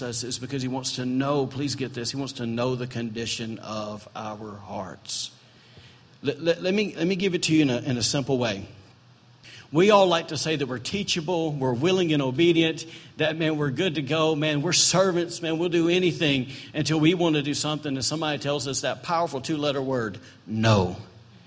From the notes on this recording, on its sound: Was recorded on September 24, 2017, during Sunday morning service at Celebration Life Family Church.